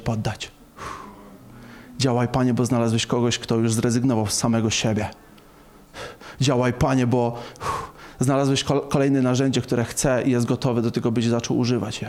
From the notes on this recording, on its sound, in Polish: Nauczanie zostało nagrane podczas spotkania Makrogrupy NOF Church 18.11.2021 r.